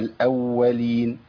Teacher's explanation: عندي واو مشدده خش عليها برق، الواو فيها رخاوه بيجري فيها الصوت